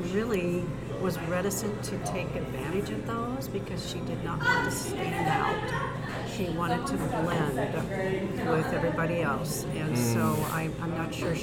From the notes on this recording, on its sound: Apologies for the loud background noise.